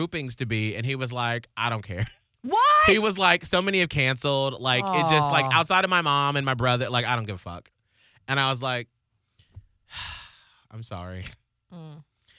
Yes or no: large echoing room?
no